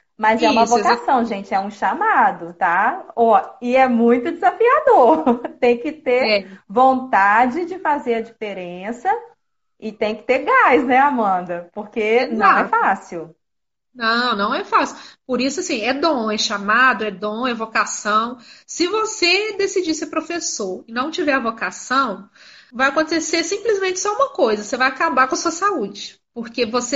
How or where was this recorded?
video call